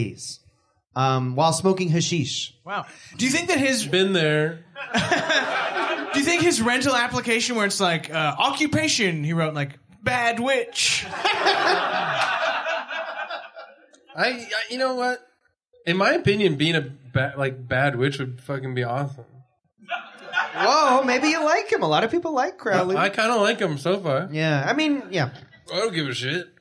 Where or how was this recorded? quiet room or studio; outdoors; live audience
live audience